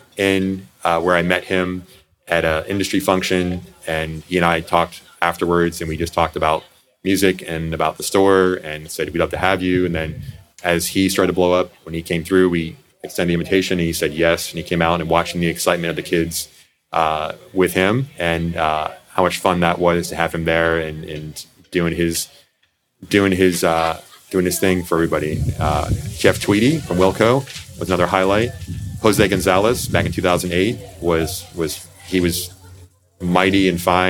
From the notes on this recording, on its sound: Recorded in the alcove at Stardust Video and Coffee on the eve of Record Store Day in April 2022.